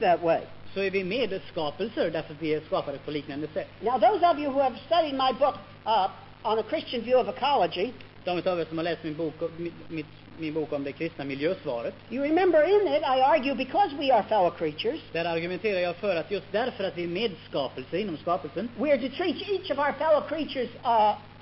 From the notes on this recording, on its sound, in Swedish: Inspelad i Akademiska f&#246;reningen i Lund 1973.